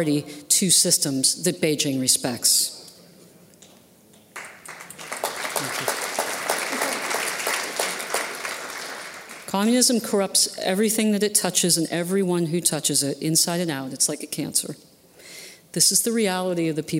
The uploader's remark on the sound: at this year's Acton Institute Annual Dinner